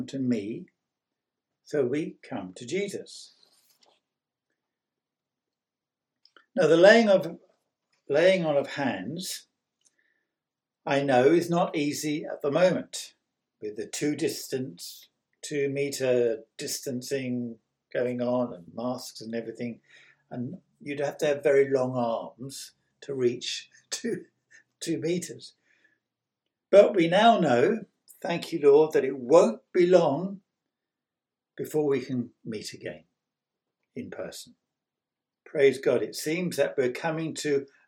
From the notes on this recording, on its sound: On 9th May 2021 at King's Church, Cockermouth. At King's Church, Cockermouth, as an audio file.